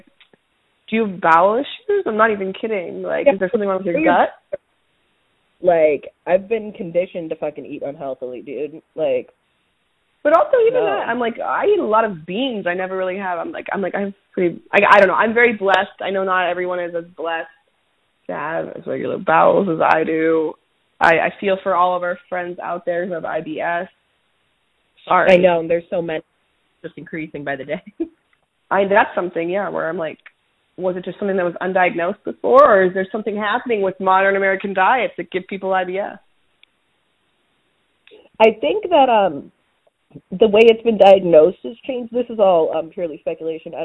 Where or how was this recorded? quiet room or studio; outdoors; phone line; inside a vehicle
phone line